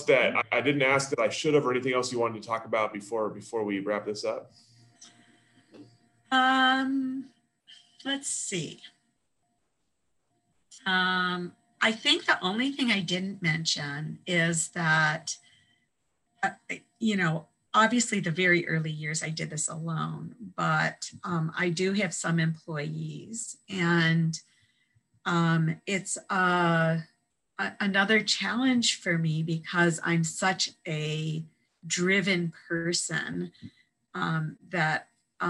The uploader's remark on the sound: This interview was conducted. Over Zoom.